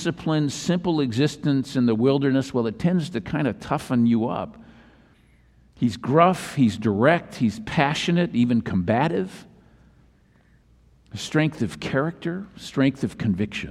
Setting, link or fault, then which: setting, large echoing room